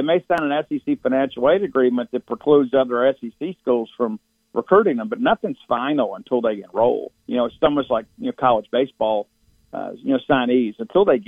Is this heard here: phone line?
yes